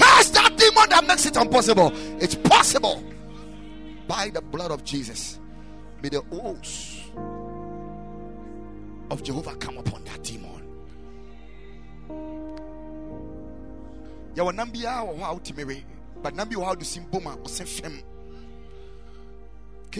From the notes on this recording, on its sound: Preached at Ekklesia Chapel